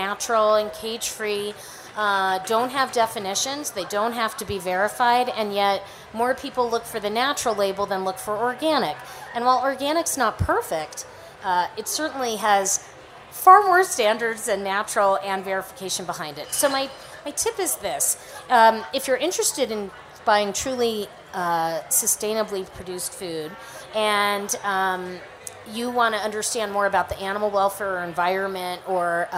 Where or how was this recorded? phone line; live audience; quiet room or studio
live audience